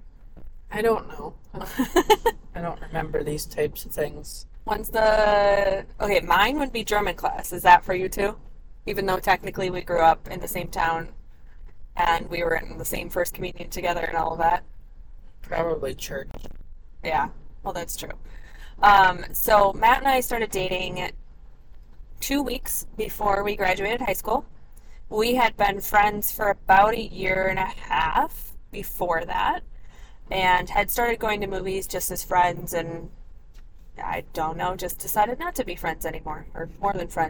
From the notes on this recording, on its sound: Conversation on Our Anniversary Trip with My Husband. This audio is from an on the go conversation on their anniversary trip in the car driving through California.